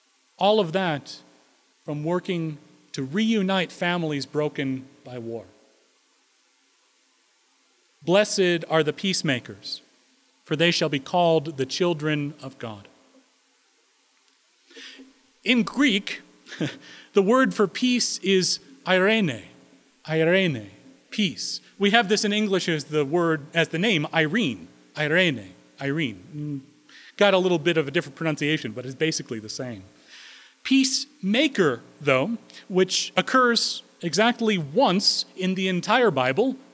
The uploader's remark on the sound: Recorded May 8, 2016 at Corona United Presbyterian Church, New Mexico